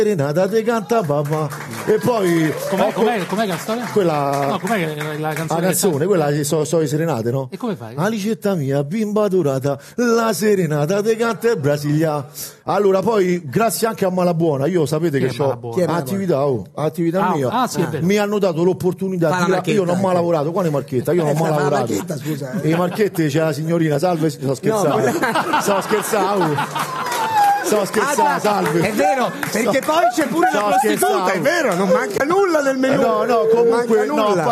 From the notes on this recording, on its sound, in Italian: Puntata speciale "live" da Roma con una raffica di ospiti incredibili e pubblico incontrollabile.